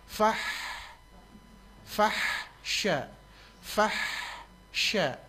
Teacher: kita hanya mengeluarkan angin dan angin itu asalnya dari tenggorokan tengah